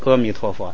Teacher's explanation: 你第二个字啊是个咪，咪一是闭元音，那个咪是那个嘴很小的，你第一个张得很大，阿弥陀佛就很费劲